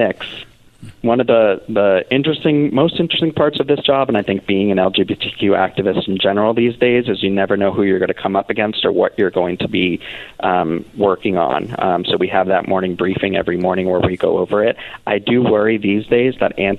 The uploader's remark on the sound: First Guest – Call